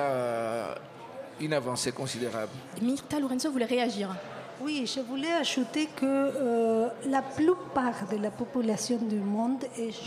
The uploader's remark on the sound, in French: la matinale a enregistré une émission spéciale depuis les couloirs de l'UNESCO